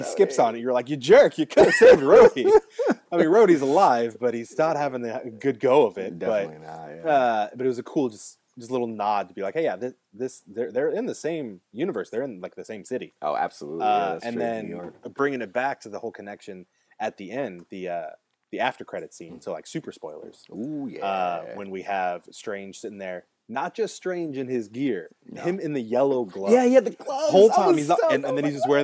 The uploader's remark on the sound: LIVE From Empire's Comics Vault